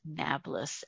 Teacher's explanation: Arabs have trouble pronouncing the letter P. P becomes B.